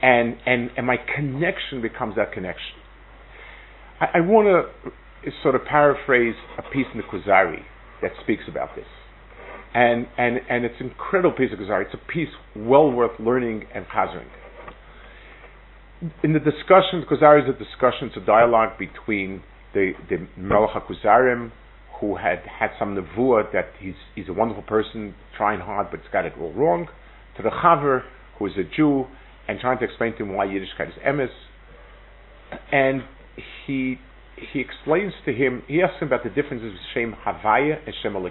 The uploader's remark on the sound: Delivered at Netiv Aryeh. Israel Trip 5784.